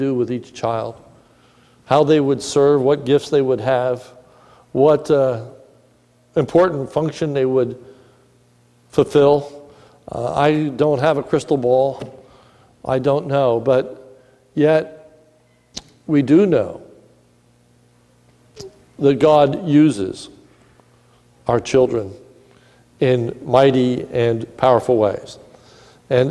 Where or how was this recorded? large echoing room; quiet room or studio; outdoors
large echoing room